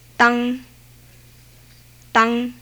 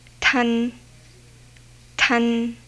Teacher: there are phonemic contrasts for unaspirated and aspirated initial consonants